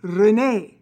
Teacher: we automatically say René, because the accent is on the last syllable